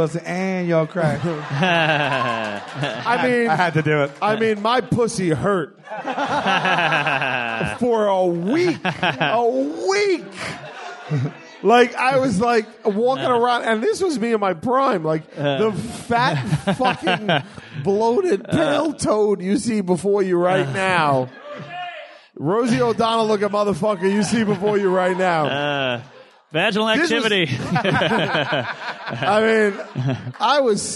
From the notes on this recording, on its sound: Recorded March 31st at the Gotham Comedy Club. The first ever live WSY in the United States! At the Gotham Comedy Club immediately after the Furious 7 screening.